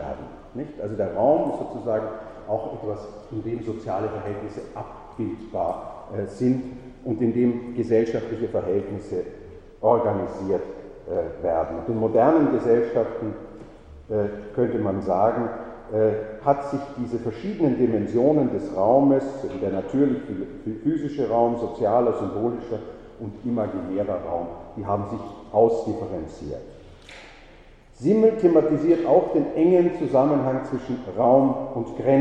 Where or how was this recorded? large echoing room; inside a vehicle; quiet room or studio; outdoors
large echoing room